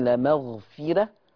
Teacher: الراء مفتوحة قبلها الفاء مكسورة، فعشان كده رققنا الراء لورش